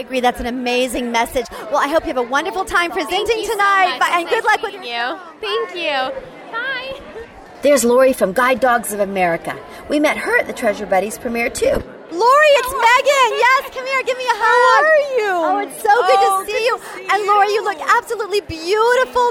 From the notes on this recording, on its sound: Live on The Red Carpet! On Pet Life Radio.